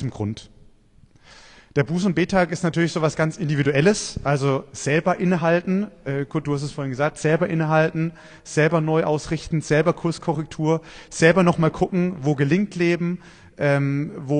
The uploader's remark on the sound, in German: Predigt beim Buß- und Bettag in Kraichtal 2023